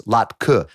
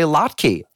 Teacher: The only pronunciation I'd ever heard was latke, with a schwa · Shown in: first take